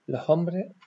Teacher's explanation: La aspiración o pérdida de la S final de palabra o sílaba.